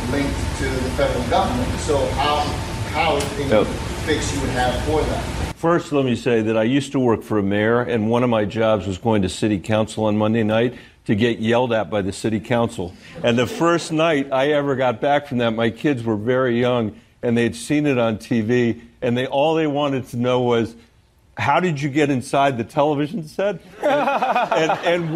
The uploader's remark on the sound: Fields Questions from The Daily Show Audience